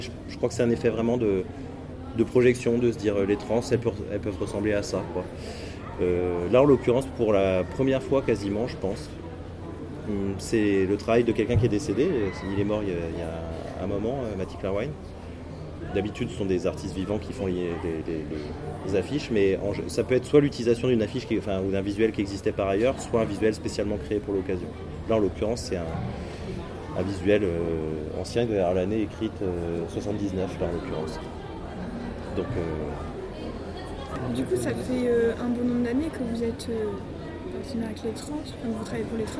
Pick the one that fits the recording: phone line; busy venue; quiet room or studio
busy venue